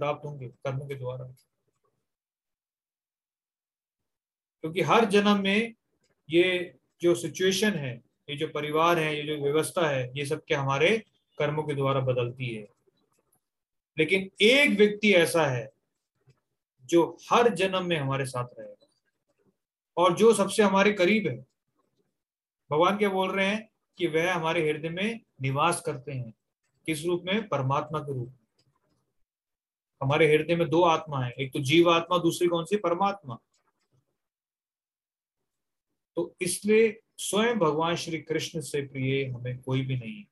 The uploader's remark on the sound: Zoom recorded class.